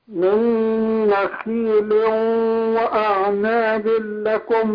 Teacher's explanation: الخاء لما بتكسر بتاخد أدنى درجات التفخيم . أقول من نخيخي، احنا هندغم النون في النون إدغام مثلين